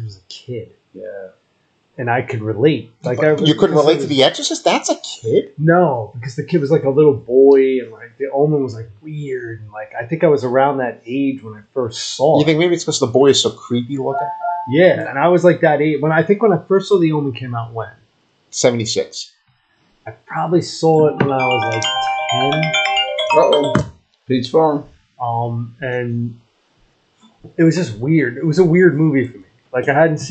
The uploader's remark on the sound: This is the last episode that has audio problems and we apologize in advance.